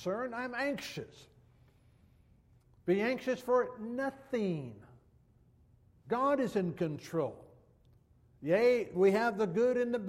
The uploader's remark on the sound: Downtown Church Of Christ Audio Sermon